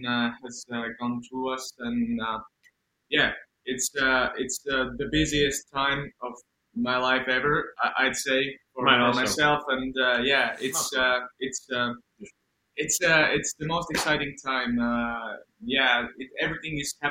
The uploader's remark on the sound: Unfortunately the sound is not as good in this episode